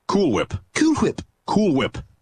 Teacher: Why are you putting so much emphasis on the H?